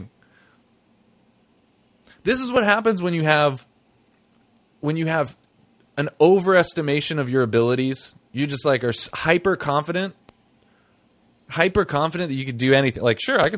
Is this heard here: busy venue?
no